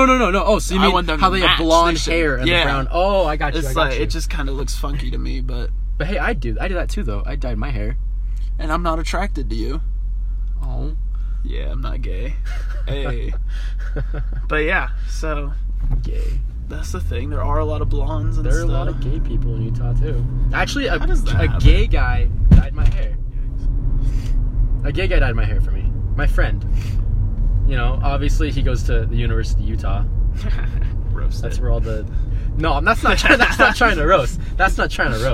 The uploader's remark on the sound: We literally did our first two podcasts in the car so excuse the horrible audio quality